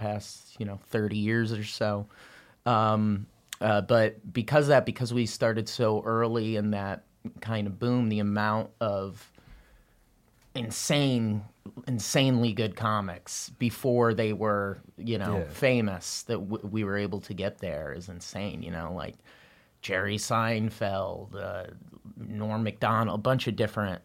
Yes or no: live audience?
no